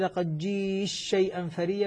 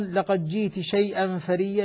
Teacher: بإدغام التاء في الشين أو بإظهارها فيها